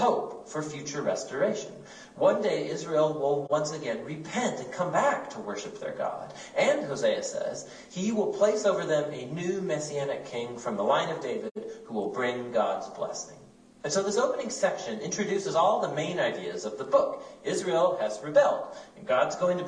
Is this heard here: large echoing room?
yes